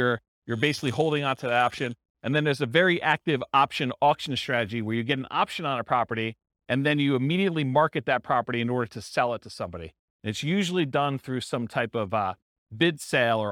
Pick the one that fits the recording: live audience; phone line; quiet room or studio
live audience